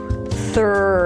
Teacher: You start with a voiceless TH sound, stick the tongue out, release air, then pull the tongue in for the R. Thr. Make sure the tongue doesn't touch the upper palate and round your lips.